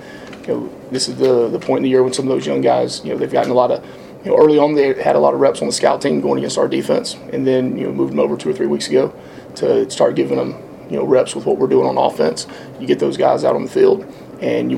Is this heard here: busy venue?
yes